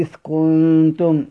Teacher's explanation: فإن أتى بعدها مهموس نحو إذ كنتم وجب بيانها، بيان جهرها